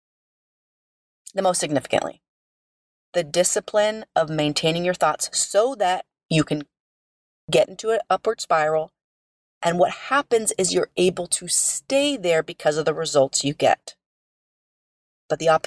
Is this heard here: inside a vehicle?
yes